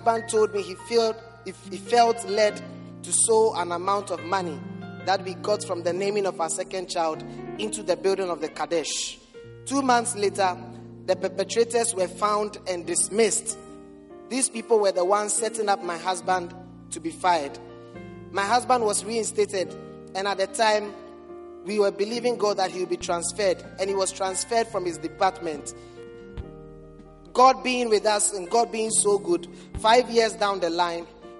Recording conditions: large echoing room